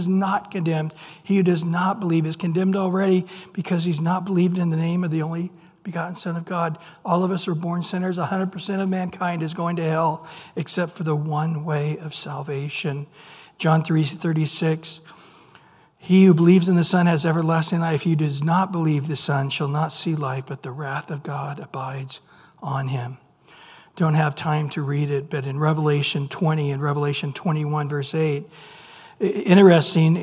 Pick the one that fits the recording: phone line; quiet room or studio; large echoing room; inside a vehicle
large echoing room